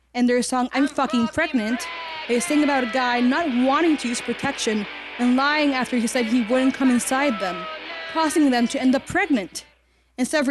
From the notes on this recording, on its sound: Recorded live at Pete’s Candy Store in Brooklyn, NY.